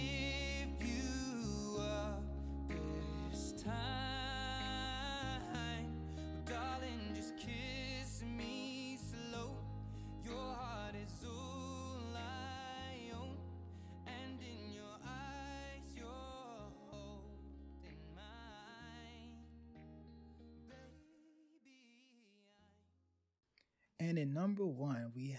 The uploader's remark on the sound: The audio might be a bit touchy (some music louder than others, etc.) as I didn't record this in one setting so I might have to adjust my voice levels.